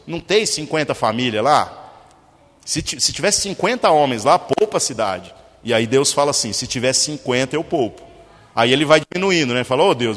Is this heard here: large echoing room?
yes